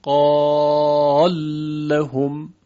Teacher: لام اول که مدغم هست متحرک است و ادغام انجام میشه · Term: ادغام کبیر